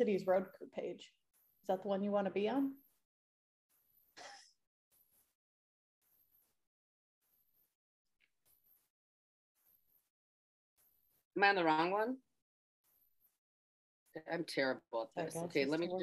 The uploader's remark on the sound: Record live in IG.